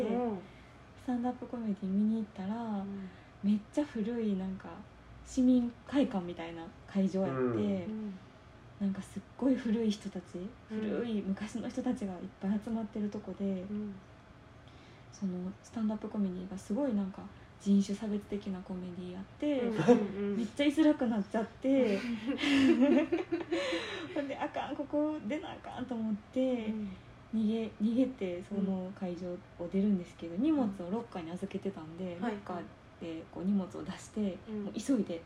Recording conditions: background noise